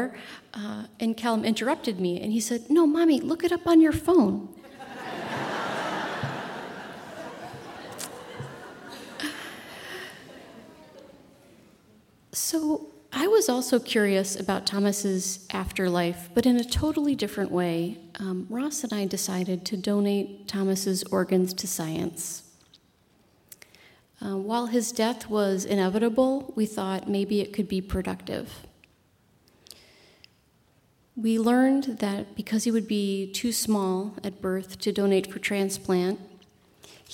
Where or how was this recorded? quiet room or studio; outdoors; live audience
live audience